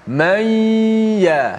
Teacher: gunnah masuk di hidung. Maksud dia serentak bermula di mulut dan juga berlaku di hidung.